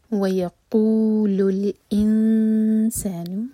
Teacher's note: نون کو چھپائیں گے، اخفا کریں گے، دو سیکنڈس کا ٹائم